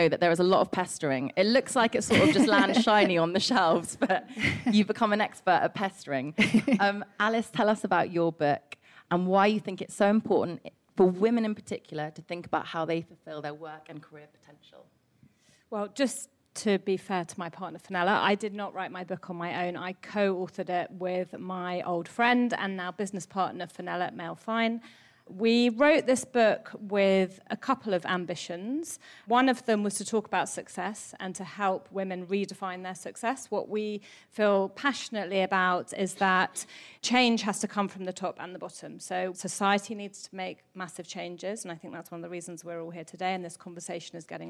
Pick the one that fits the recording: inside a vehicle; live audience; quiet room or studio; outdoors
live audience